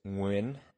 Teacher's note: It's a phoneme that the English language just doesn't have, which is a subtle NG roll with the back of the tongue.